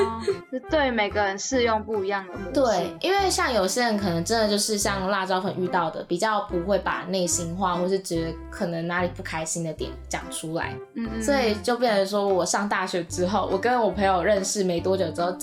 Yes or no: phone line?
no